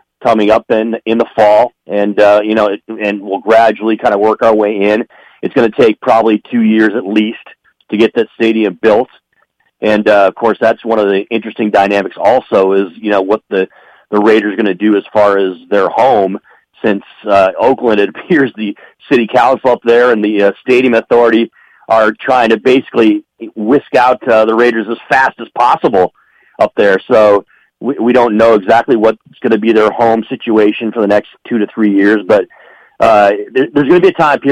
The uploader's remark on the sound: calls in to the show